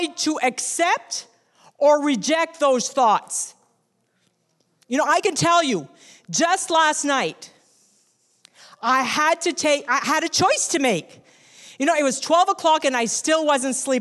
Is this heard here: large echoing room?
yes